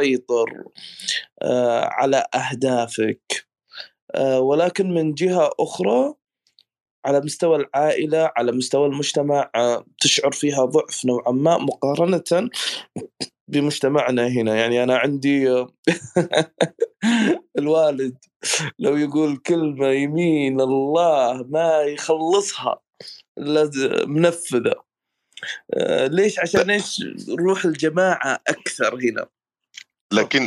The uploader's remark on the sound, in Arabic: تسجيل لمساحة ابن رشد الأسبوعية على منصة تويتر.